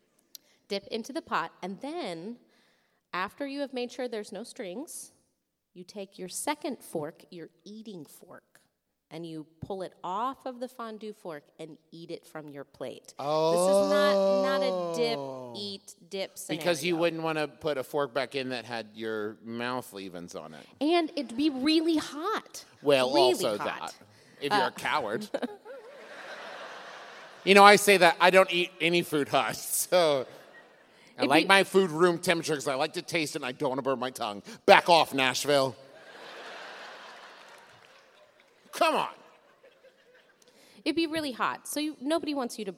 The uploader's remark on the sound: It was recorded live in Nashville!